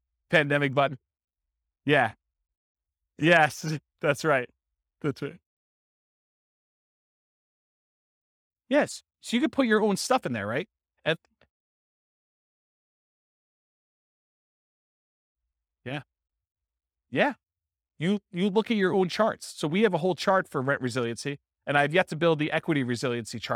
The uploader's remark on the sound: This was a live class recorded. Anchorage, Alaska. The live in-person version.